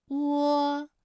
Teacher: 起点元音是后高元唇元音乌，中指元音是后半高元唇元音窝